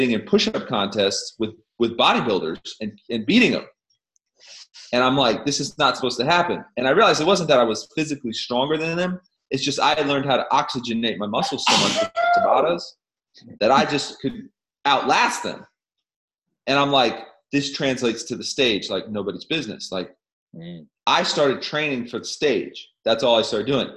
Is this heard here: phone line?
no